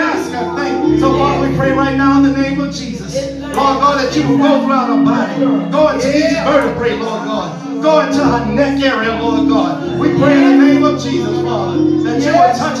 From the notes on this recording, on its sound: This message was recorded at True Vine Missionary Baptist Church